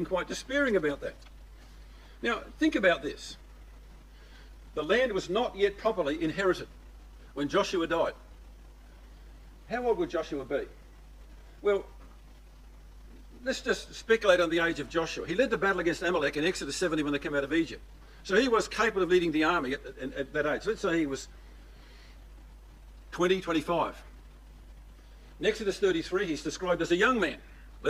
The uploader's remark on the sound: These 5 studies recorded at the Boronia ecclesia